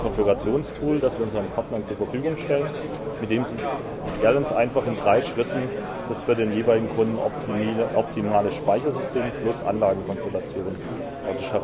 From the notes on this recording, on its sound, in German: StorageDay in Berlin einige Stimmen vom Veranstalter und von den Referenten aufgenommen